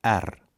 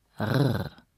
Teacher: Als einziger Laut der menschlichen Stimme lässt er sich auf zwei Arten aussprechen. Einmal vorne auf der Zunge R und einmal hinten im Rachen. Rrr.